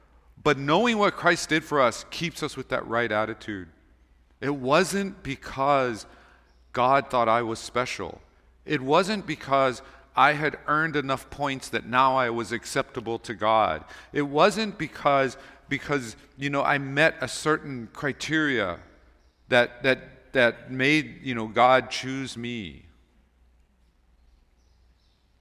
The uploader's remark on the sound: Recorded on November 19, 2023 at Waialae Baptist Church